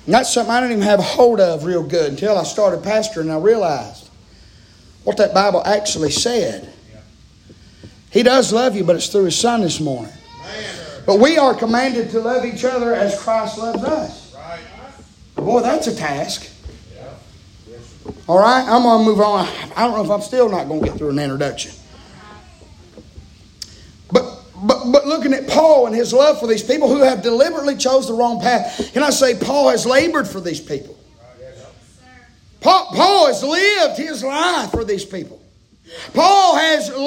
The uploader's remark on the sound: preaching live from Still Water Baptist Church